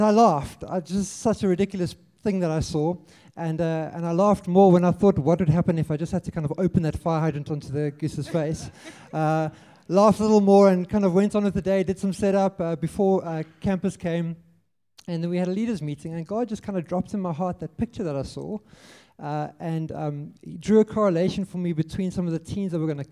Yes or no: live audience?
yes